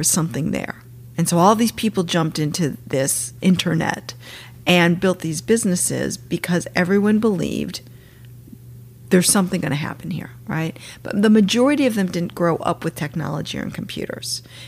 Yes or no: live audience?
no